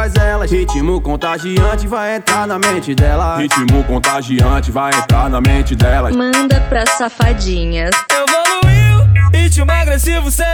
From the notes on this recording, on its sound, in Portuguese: Set gravado ao vivo na edição de Baile da Espuma Pilantragi na casa das Caldeiras em Janeiro/2020.